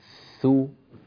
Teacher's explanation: أنت أتيت بثاء ساكنة ثم ضممتها ثو هذا غير صحيح.